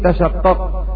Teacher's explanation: قرئت بتخفيف الشين تشقق، والأصل فيها تتشقق فحذفت إحدى التائين